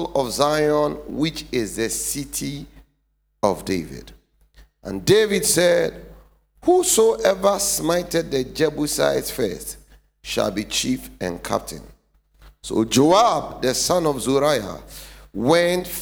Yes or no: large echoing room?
yes